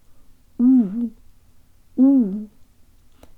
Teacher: The jaw is slightly forward, the lips are out way further than in English, and the tongue is very low in the mouth, making a sort of cup shape. У. У. · Term: real Russian у